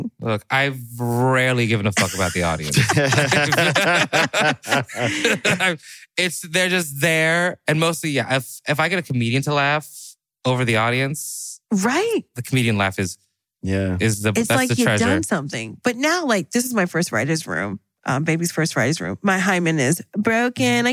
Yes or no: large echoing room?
no